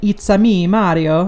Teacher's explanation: Italian speakers will try to eliminate the awkwardness of going consonant to consonant. So they'll just add in a generic vowel sound, a or a, between the consonants to make it flow better. · Term: addition of a vowel